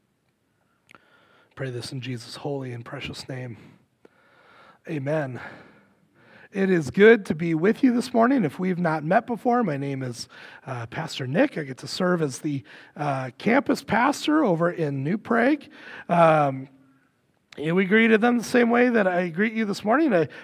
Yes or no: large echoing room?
yes